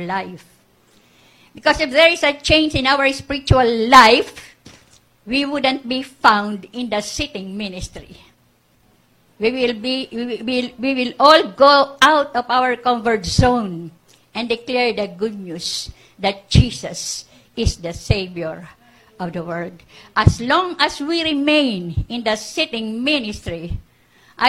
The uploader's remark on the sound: This message is recorded live February 9 2020, 9:00am.